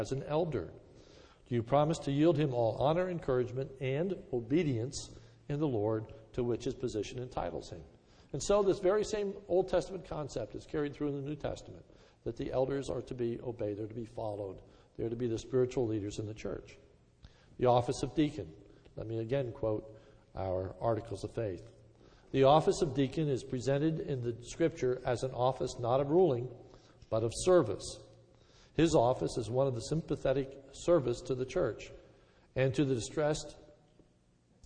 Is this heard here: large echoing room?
yes